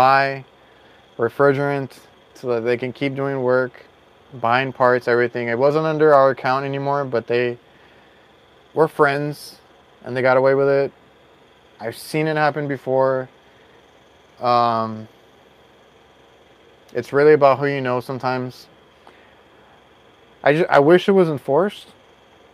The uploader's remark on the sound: Live From My Van. We actually live streamed from my van.